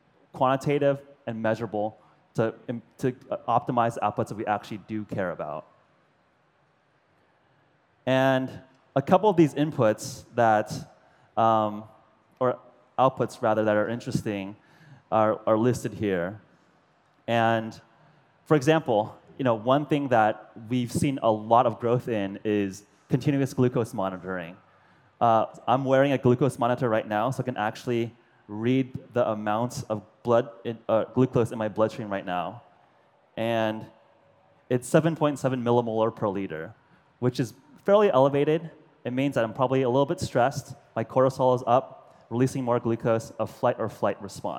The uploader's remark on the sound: To a large audience at the popular World's Fair Nano. World's Fair Nano Speech.